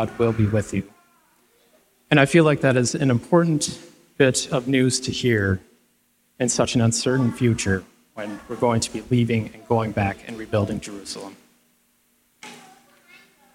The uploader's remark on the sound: Delivered live, at Capital City Church in St. Paul, MN.